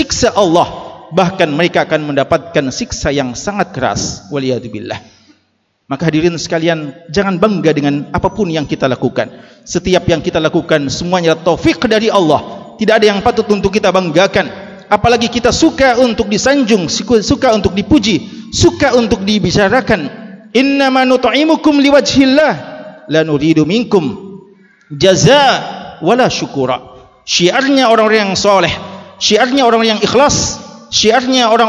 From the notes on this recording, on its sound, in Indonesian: LIVE Ceramah Jum'at. Ceramah Jum'at [LIVE].